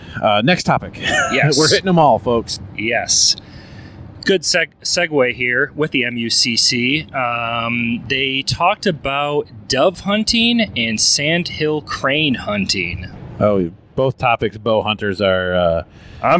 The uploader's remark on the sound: Meat Eater Live Post Show Podcast. In metro Detroit. This was recorded while driving down the road so the sound may be a little bit different than our normal shows.